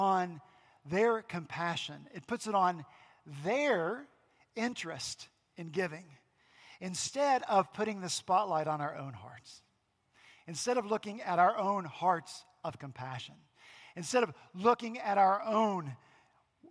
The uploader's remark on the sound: Last Sunday, April 28 at Redeemer Presbyterian Church in Charleston, SC